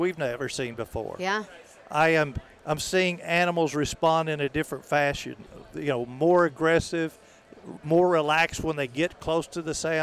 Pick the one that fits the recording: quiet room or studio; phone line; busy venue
busy venue